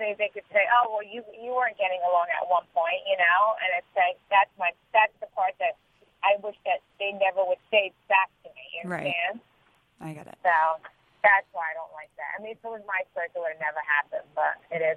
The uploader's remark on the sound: on the phone